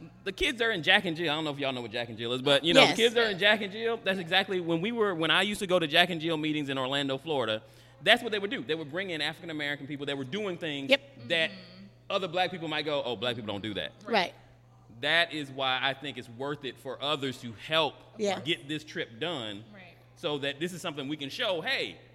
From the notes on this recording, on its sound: Recorded live at the fund raiser kickoff. We speak with some members of the Blackiceeproject.